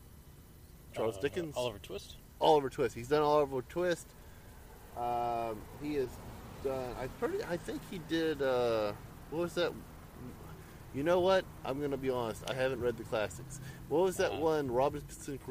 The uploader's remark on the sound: We literally recorded this in the parking lot right after viewing the film.